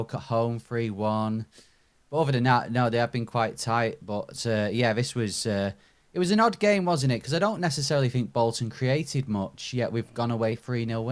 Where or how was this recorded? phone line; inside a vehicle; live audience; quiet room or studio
quiet room or studio